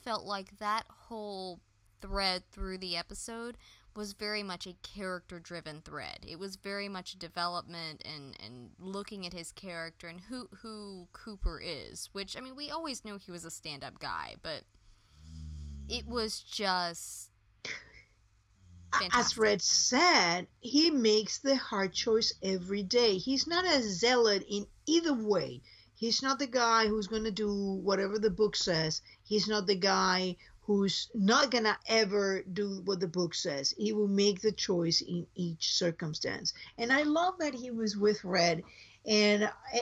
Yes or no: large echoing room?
no